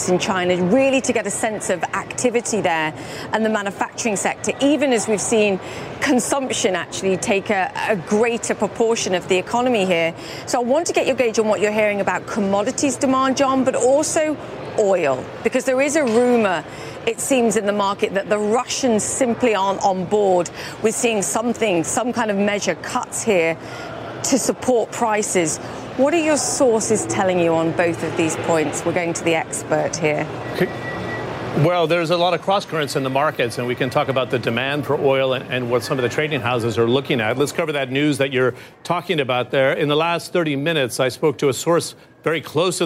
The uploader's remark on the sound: live from the New York Stock Exchange